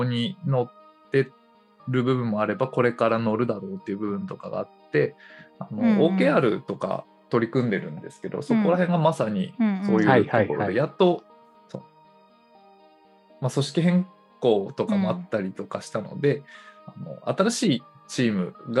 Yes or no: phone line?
no